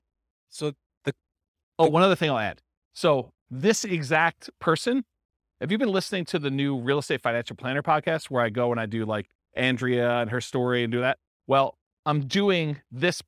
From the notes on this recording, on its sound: This was a live class recorded